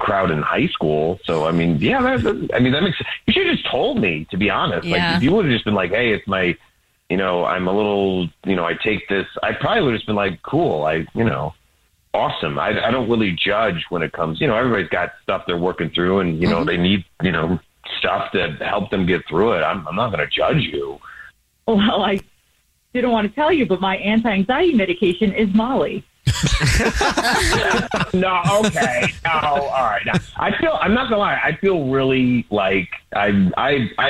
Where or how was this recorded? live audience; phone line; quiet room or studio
phone line